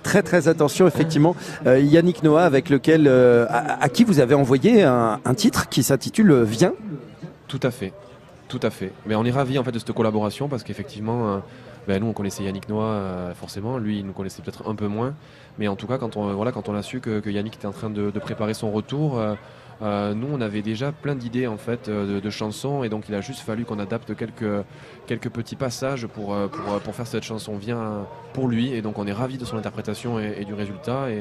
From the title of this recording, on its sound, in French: La fête de la Musique en direct de Nice